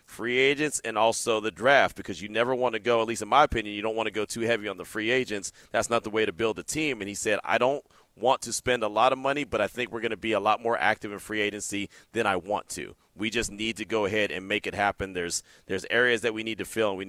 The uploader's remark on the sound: LIVE FROM THE COMBINE